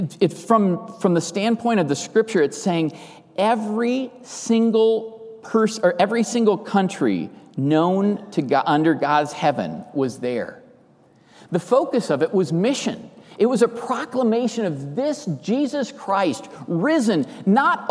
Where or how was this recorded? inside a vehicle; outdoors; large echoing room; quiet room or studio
large echoing room